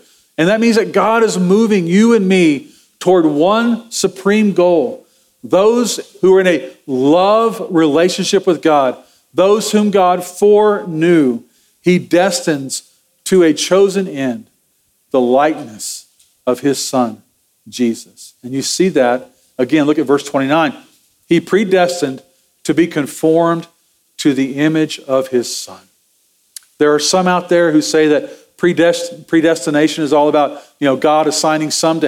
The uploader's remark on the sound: Sermon audio from Sunday, November 12, 2023.